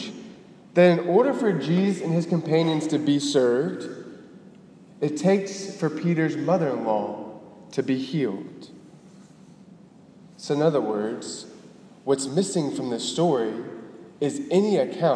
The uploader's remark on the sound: Delivered on February 5, 2018 at the Cathedral of the Nativity of the Blessed Virgin Mary in Biloxi, MS.